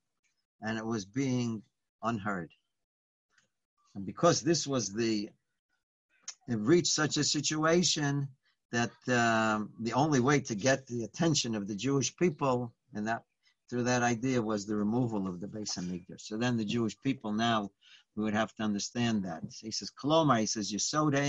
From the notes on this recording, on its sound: Live On Zoom.